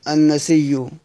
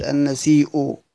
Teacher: ورش ابو جعفر بيقرؤون النسي بالابدال والادغام، وباقي القراء بيقرؤوها بالايه؟ بالهمز · Term: الابدال ثم الادغام